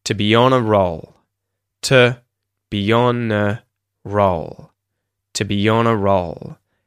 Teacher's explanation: And a becomes de-emphasized as well. It doesn't get stressed. So it gets the schwa sound too.